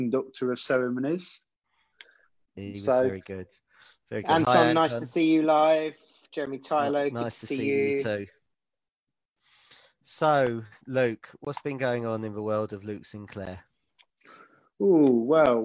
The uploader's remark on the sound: we are doing our first ever Zoom Facebook Live from our own locations in the UK